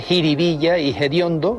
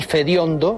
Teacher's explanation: aspiran la F inicial de determinadas palabras populares · Shown in: first take · Así se dice jiribilla y hediondo, en lugar de los originales fervilla, que es una palabra de procedencia portuguesa, y fediondo, del latín fuetibundum.